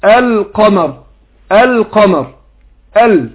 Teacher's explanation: يبقى أنا أظهرت اللام، لام مظهرة إظهار قمري